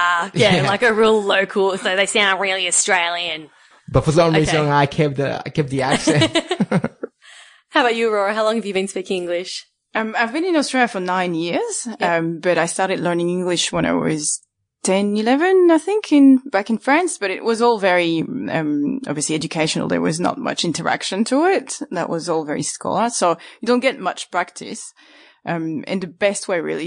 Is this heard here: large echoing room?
no